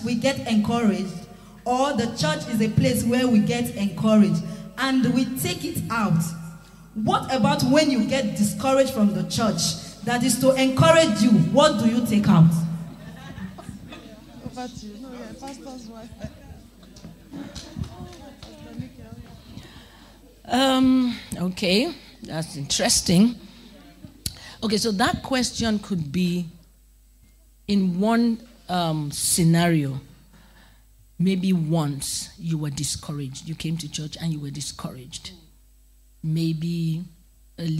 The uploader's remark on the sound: Question and Answer at the Light, Be conference in Vienna